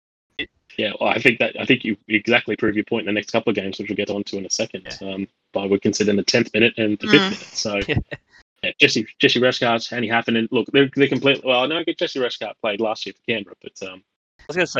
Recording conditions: drop-outs